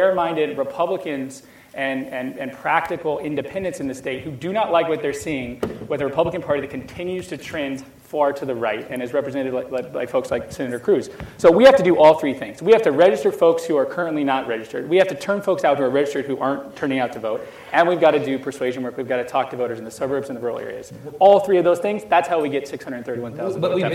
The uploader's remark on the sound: keynote session of The Texas Tribune Festival